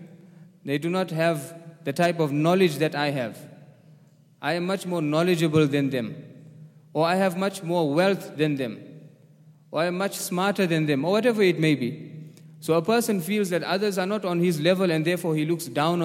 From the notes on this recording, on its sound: at the Houghton Masjid (West Street)